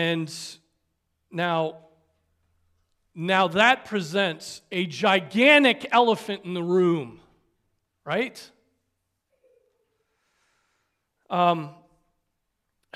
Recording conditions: large echoing room